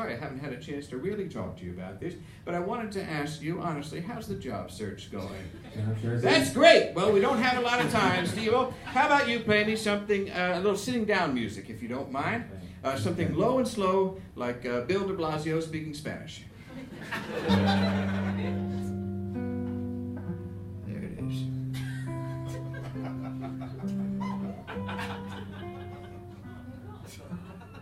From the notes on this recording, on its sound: in this live episode